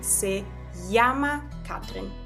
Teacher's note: das Doppel-L wird zu einem J